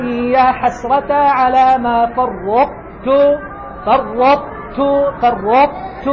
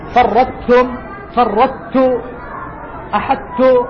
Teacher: والصواب أن تقرأ بإدغام مع مراعاة إبقاء الاستعلاء والإطباق الموجود في الطاء التي زالت · Shown in: first take